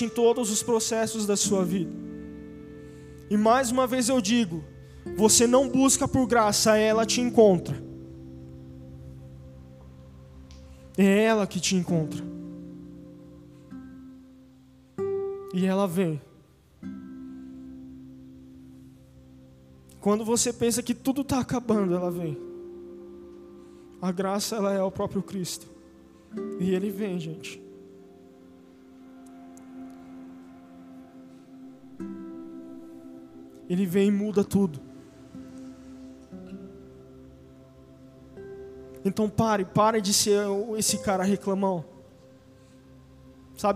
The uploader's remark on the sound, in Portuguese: Áudio do culto de Domingo do dia 03/04/2022.